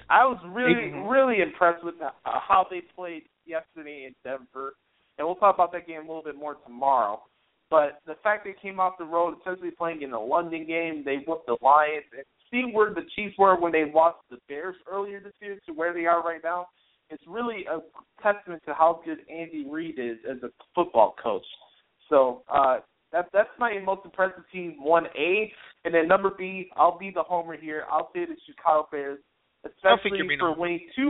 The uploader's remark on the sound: We'll also take your phone calls!